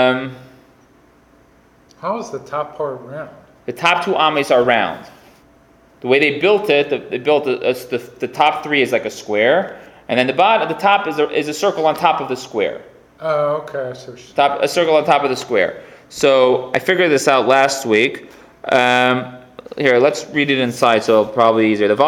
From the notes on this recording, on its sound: Recorded live at The Torah Center ATL